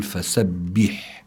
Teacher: الكسرة عند الباء لابد من إخلاصها · Term: الكسرة الخالصة